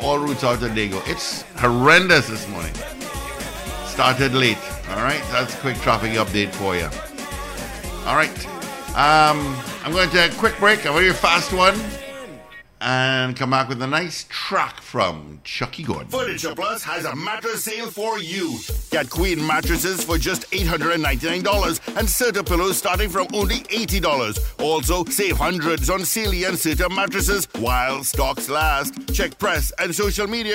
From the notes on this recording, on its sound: During this hour we take calls from our audience.